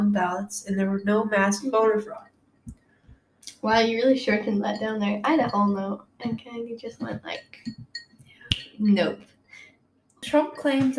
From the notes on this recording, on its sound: There is some background noise, so we'll try and fix that at later.